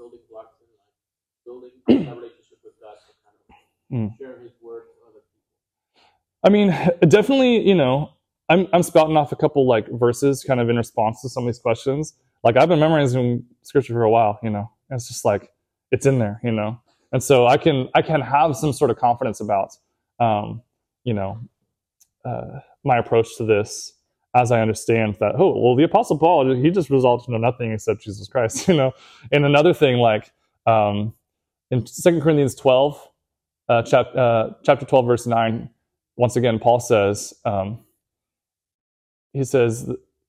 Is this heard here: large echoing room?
yes